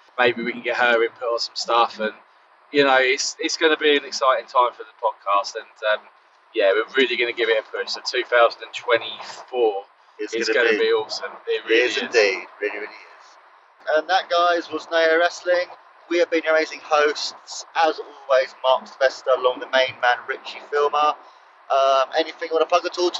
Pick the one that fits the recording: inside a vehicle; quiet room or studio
inside a vehicle